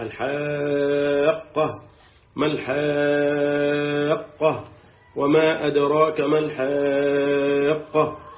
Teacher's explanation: الحاقة دي بتمد ست حركات، الألف بتاعتها بتمد ست حركات، وده اسمه مد لازم كلمي مثقل، مد عشان بيحتاج إلى أكثر من حركتين، ولازم عشان بيلزم ست حركات.